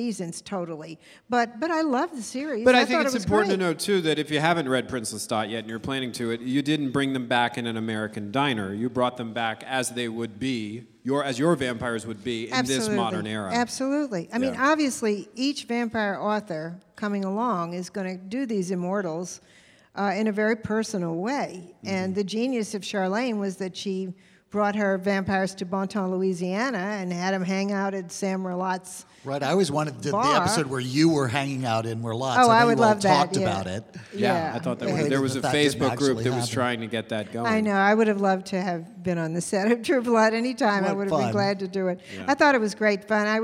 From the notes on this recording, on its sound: In the first ever “live on location” episode of The Dinner Party Show. LIVE from the floor of Bent Con, the only convention dedicated to celebrating LGBT contributions to pop culture and geekdom.